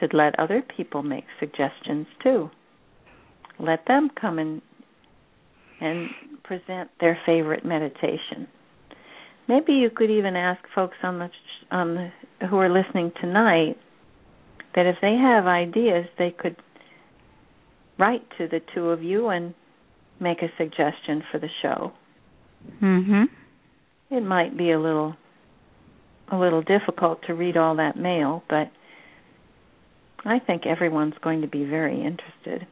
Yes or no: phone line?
yes